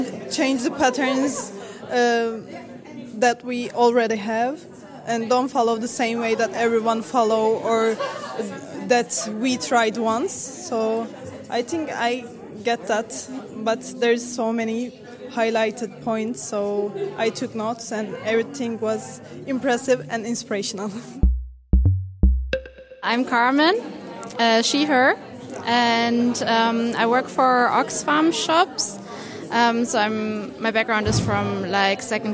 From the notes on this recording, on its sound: Live from 202030 Pop-up: Culture & Communication. At Kronprinzenpalais, guests joined us live in Berlin for the 202030 Pop-up: Culture & Communication. The stage program featured speakers leading from the sector of cultural sustainability, and included authors, activists, designers, community leaders, and public personas.